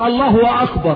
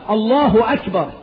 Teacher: اشبع هاء لفظ الجلالة بالضم فقلب الضم الى واو · Shown in: first take